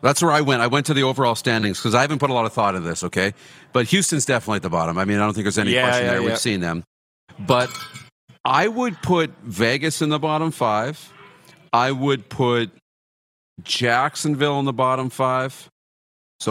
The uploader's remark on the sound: LIVE coverage of the CFL's Grey Cup Week from Baller's Rec Room in Regina, SK!